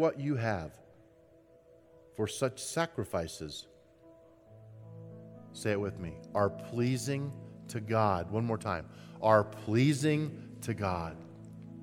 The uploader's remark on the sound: At Timberline Church. Live.